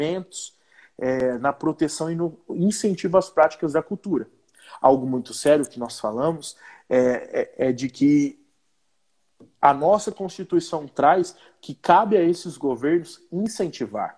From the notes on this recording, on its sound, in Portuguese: Esse programa é uma gravação de uma live que aconteceu no instagram no dia 27/05/2020.